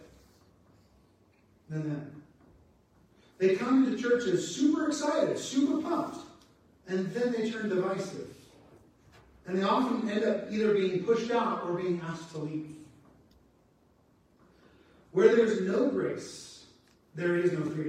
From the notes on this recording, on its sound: Apologies for the sound not working well